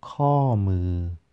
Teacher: Falling, then flat tone.